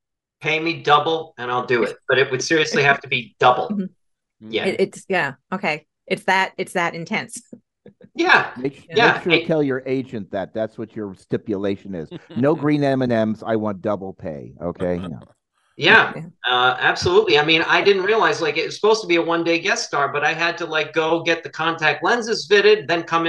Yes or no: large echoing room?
no